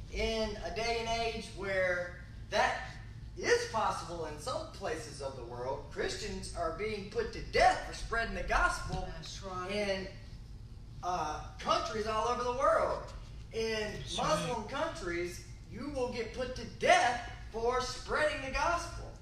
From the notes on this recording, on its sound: This episode was recorded live from the pulpit of Berea Christian Church.